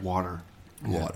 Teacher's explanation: And so I don't hear it, but sometimes people do say that there is, like, it's kind of, you might hear it with the T, where we can kind of replace the T with a D